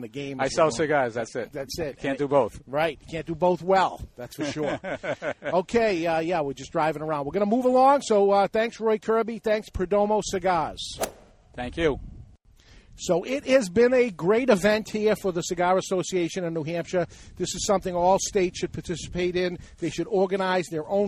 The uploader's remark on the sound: We were live from the Cigar Association of New Hampshire Golf Tournament from our moble studio.